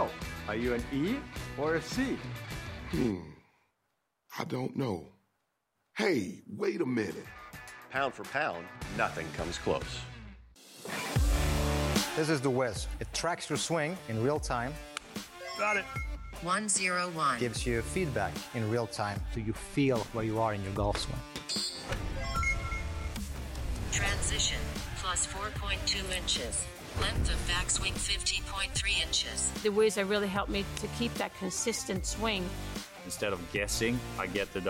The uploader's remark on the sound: We are live at the massive PGA Tour Superstore in Roswell, GA